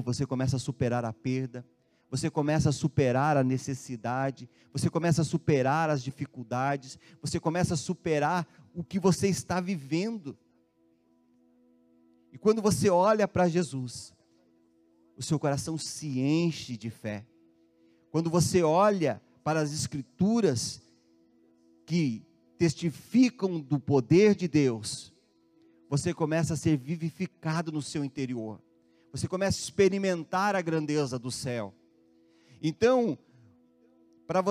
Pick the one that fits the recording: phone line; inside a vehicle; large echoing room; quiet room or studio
large echoing room